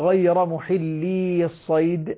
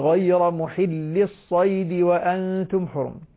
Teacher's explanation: هنا التقى ساكنان، الأول يتحول من ياء إلى كسرة · Shown in: second take